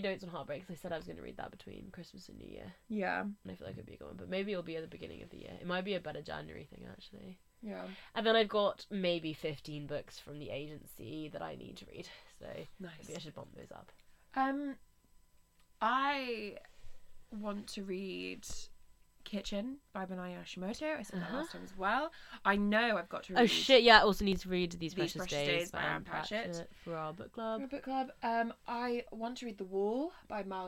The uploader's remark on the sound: It's a little bit of a party because we eat a load of sweets throughout the recording.